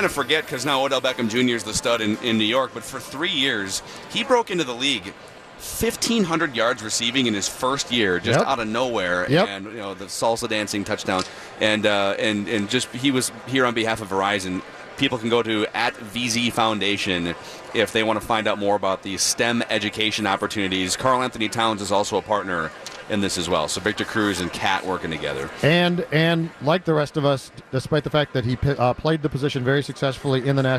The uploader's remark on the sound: live from Radio Row all week